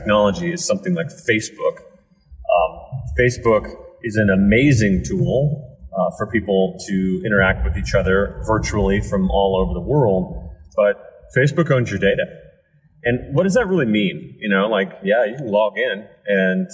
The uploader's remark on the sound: Sorry for the audio quality issues, but this one has a enough good info to warrant putting out a podcast that is technically subpar.